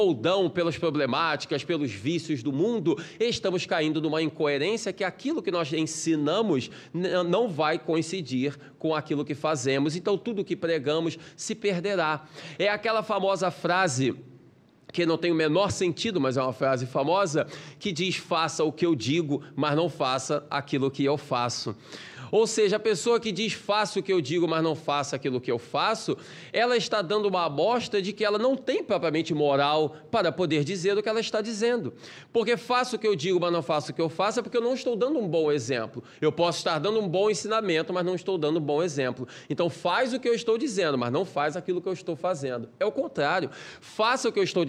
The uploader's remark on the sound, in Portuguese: Palestra ao Vivo